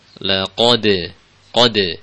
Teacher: Jadi dal yang di qalqalah ini tidak dibaca tebal